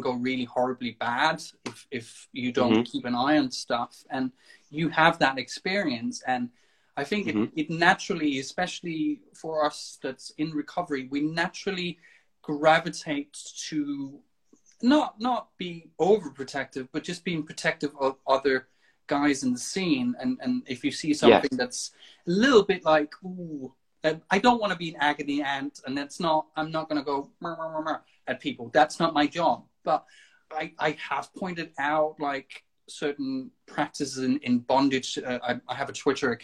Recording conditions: video call